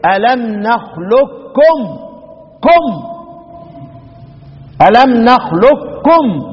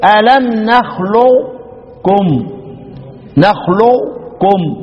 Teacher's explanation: الإدغام المحض اني ادخل القاف في الكاف · Shown in: first take